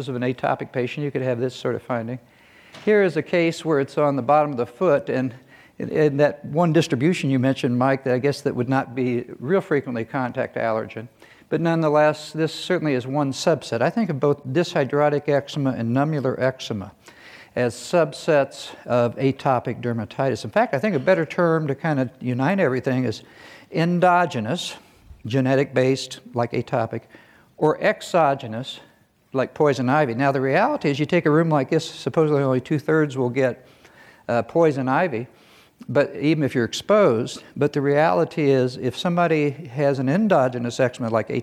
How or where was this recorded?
live audience